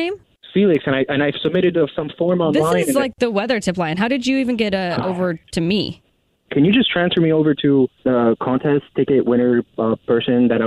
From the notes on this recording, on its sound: Phone Prank #11. A Jubal Phone Prank is when our listeners set-up a friend or family member to wake up with The Jubal Show, phone prank style.